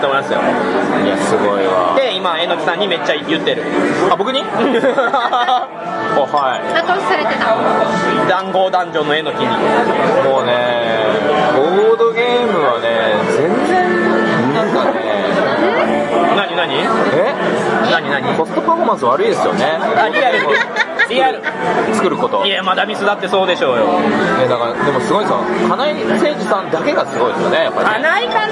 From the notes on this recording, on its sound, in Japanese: 店内収録のため、騒音雑音が激しく入っております。